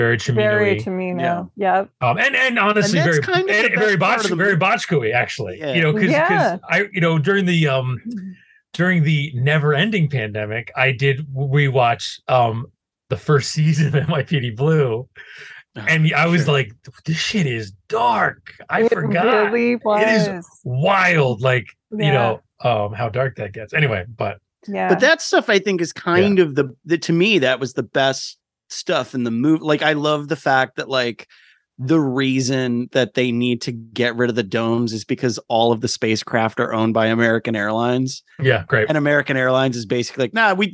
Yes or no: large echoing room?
no